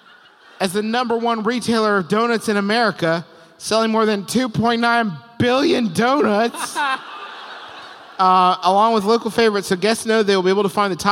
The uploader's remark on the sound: We've prepared for you one more live show -- this time, from Seattle's beautiful Paramount Theater!